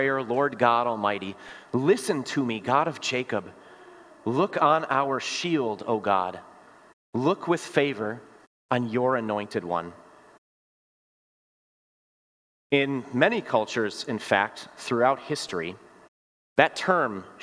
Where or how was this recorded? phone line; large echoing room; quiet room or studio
large echoing room